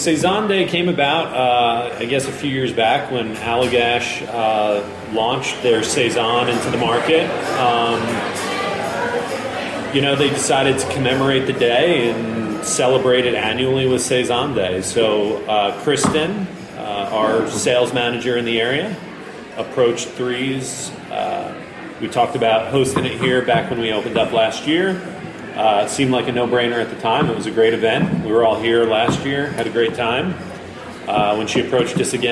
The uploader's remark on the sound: Recorded in March at Threes Brewery